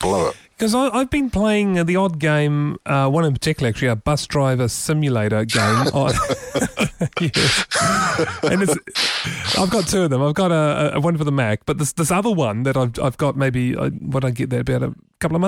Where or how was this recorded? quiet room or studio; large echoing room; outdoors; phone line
quiet room or studio